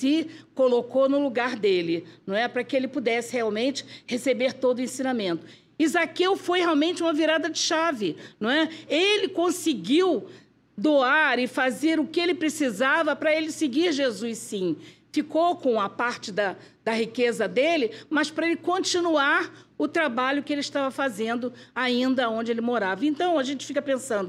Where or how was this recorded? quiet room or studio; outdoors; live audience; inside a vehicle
live audience